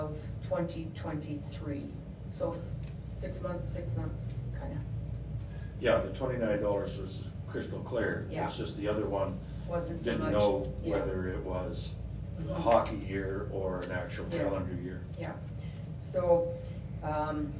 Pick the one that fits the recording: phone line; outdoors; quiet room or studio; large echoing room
large echoing room